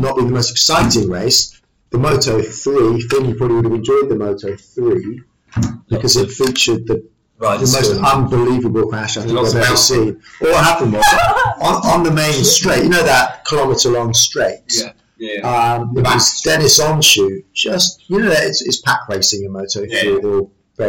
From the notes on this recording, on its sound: After a few technical difficulties over the last few weeks, we are back on air as a podcast and radio show, apologies for the poor sound quality, but it's better than no show at all!